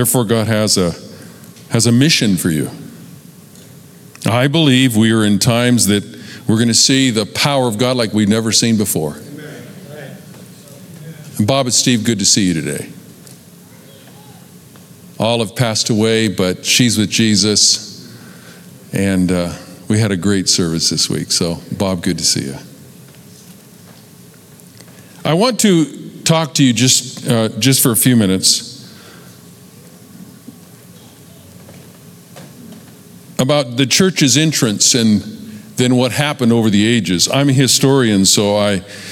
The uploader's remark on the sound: Recorded live at Capital Church in Meridian, Idaho